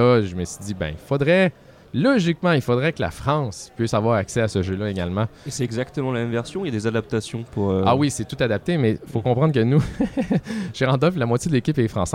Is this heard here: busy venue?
yes